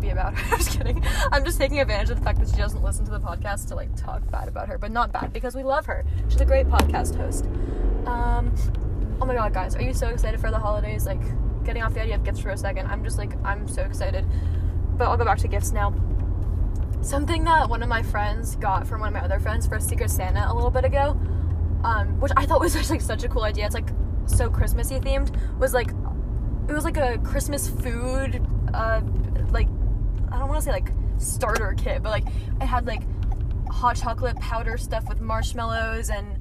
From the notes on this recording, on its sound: Recorded while driving. While trying not to crash on the way to the grocery store.